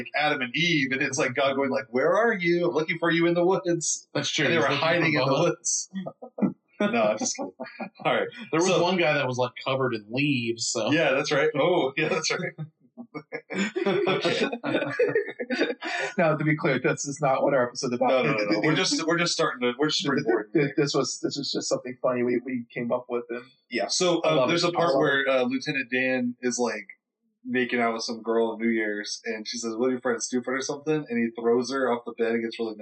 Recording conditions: poor sound quality